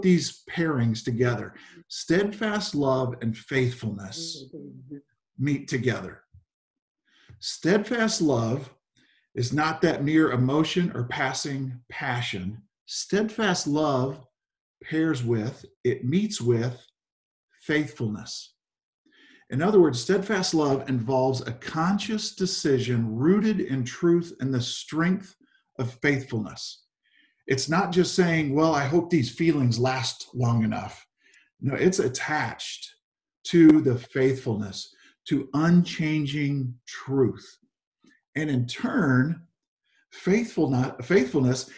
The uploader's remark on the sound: Zoom Sunday.